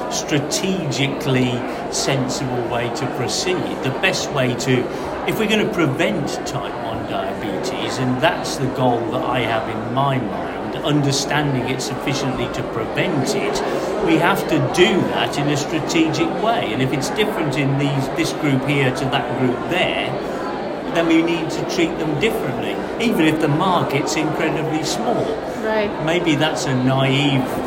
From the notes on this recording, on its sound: recorded during Day 3 of the nPOD 2024 scientific meeting